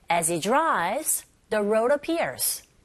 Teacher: h 사운드가 굉장히 약하게 거의 안 들려요